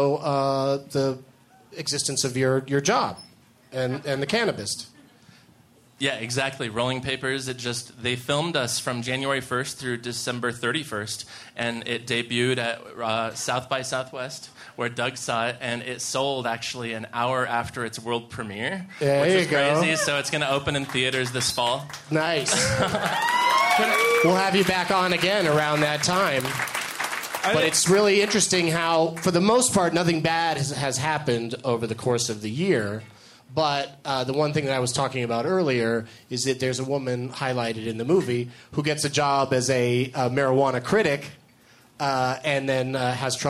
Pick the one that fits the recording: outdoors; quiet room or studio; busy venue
busy venue